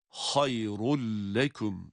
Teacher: Burada tenvin kendisinden sonra gelen lam harfine idgam edilmiştir. İdgamı bilağunne olması sebebiyle lam harfi şedde ile okunmakta, şeddeli gibi okunmakta.